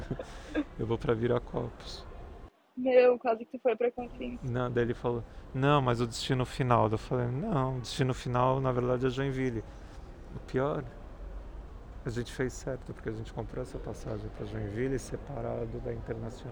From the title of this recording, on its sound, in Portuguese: AO VIVO DO AEROPORTO DE VIRACOPOS!!!